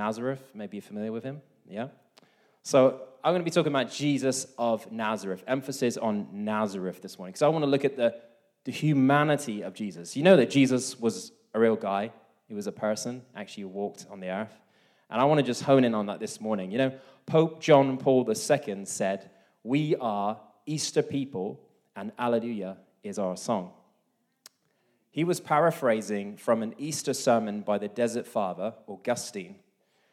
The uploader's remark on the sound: This message was recorded live at our Malmö Gathering on Sunday, April 2nd, 2023.